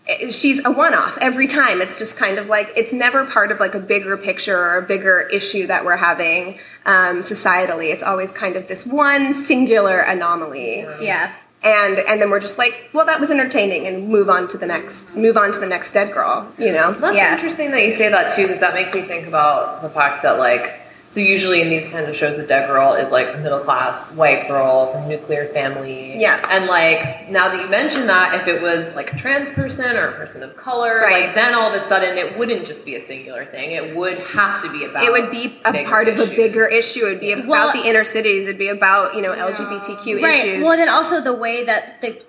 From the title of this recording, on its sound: LIVE at the Swallow's Flight